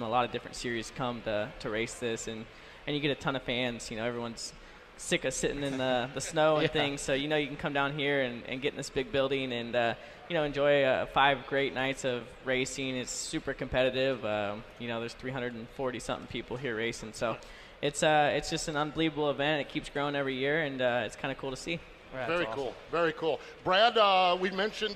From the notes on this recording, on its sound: Live at the 2019 Chili Bowl Nationals in Tulsa, OK., talking to drivers and fans about tonight's festivities.